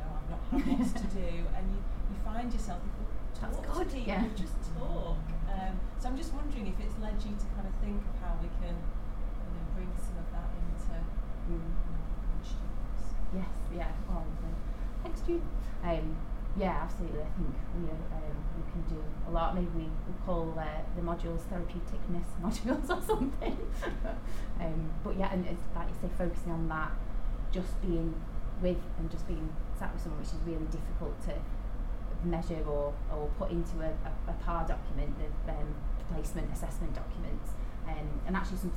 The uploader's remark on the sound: The Northern Mental Health Nursing Qualitative Research Forum meets three times a year. The following session was recorded at their first event on Friday 13 May.